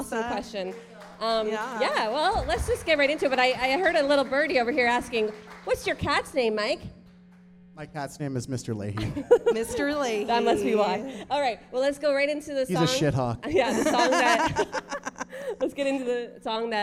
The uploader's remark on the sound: Pulls the live studio audience into the mix for a few questions and gives them a chance to interrogate the band.